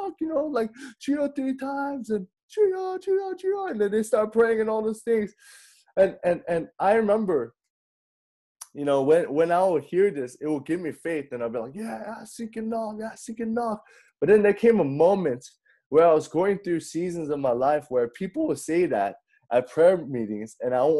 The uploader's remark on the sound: The beginning of the sermon was not captured due to technical difficulties.